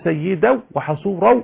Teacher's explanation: يعني هيعمل ادغام من غير غنة